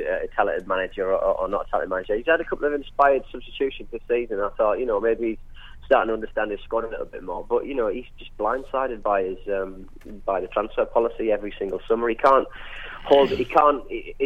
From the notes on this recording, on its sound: On the phone we had Sunderland broadcasting sage